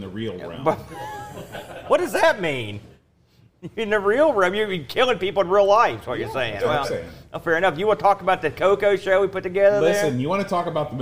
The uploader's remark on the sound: LIVE from Boatfest 2023